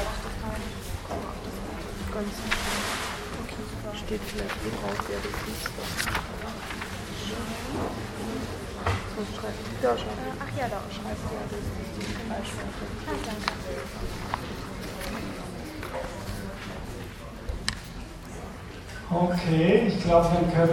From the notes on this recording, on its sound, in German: von Studierenden der Universtiät Wien aufgezeichnet